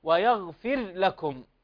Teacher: أظهر الراء حفص لا يدغم